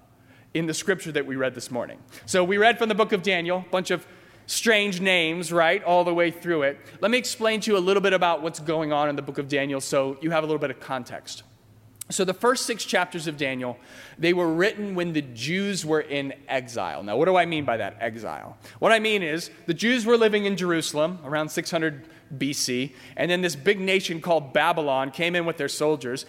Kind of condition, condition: setting, large echoing room